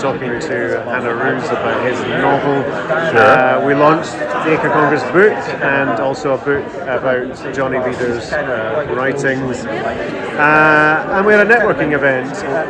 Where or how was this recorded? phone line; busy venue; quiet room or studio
busy venue